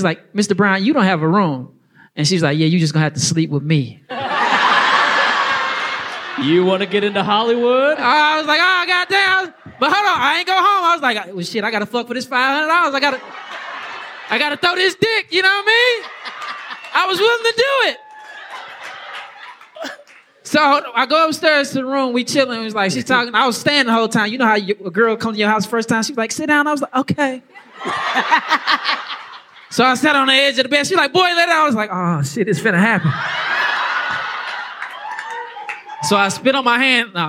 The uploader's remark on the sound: Recap Live. Joining us live on the stage.